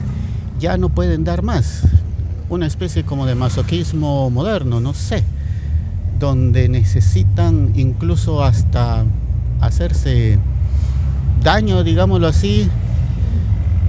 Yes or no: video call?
no